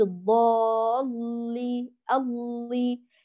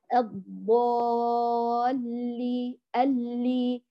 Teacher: أيضا البعض يفخم اللام لأنه قبلها مفخم، فيقول الضالي اللي، هي لا تفخم بل اللام مرققة الضالي اللي، الضاد والألف مفخمتان واللام مرققة · Shown in: second take